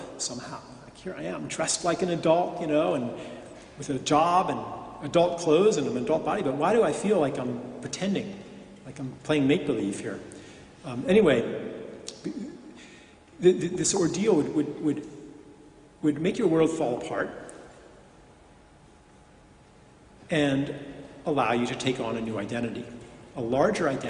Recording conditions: live audience